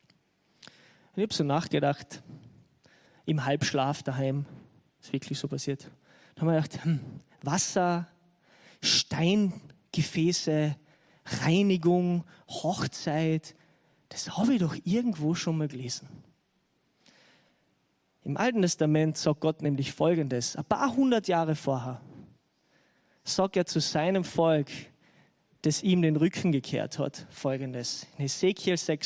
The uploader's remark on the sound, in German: Gottesdienst live aus der LIFE Church Wien.